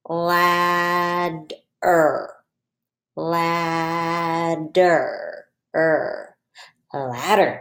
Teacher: All we hear is er. That's it. Just the R sound. · Term: R-controlled vowel